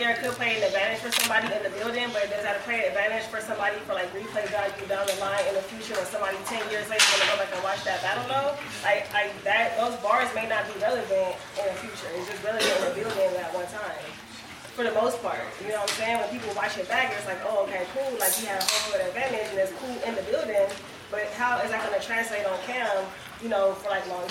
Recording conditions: poor sound quality